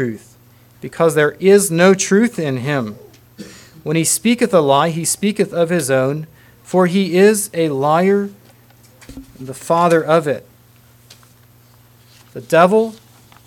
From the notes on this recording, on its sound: Message preached at Word Of Hope Mennonite Church